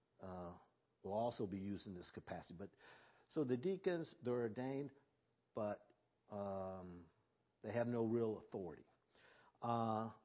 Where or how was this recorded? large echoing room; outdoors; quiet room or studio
large echoing room